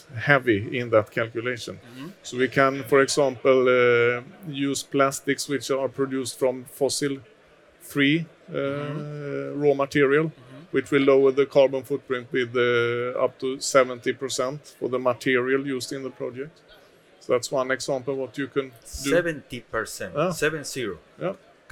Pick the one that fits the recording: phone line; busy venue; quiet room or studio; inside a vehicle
busy venue